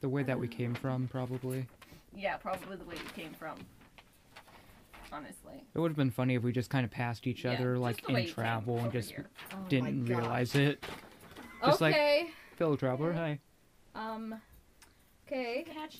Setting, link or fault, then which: fault, poor sound quality